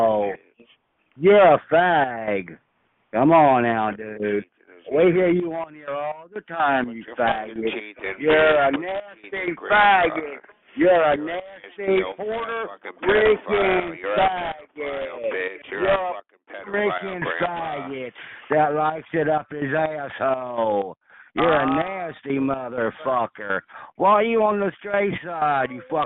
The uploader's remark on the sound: Conference Call.